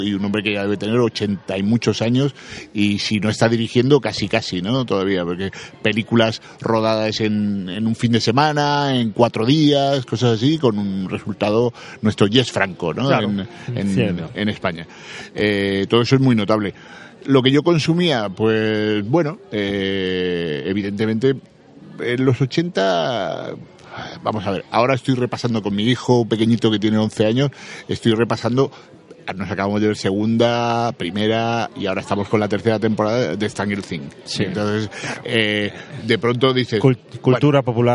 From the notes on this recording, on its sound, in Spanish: En Certamen Audiovisual de Cabra. Grabada desde la 24 edición del “Certamen de creación audiovisual de Cabra el pasado 20 y 21 de Septiembre de 2019.